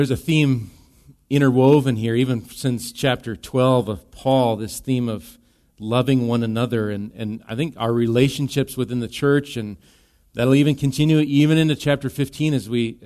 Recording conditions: large echoing room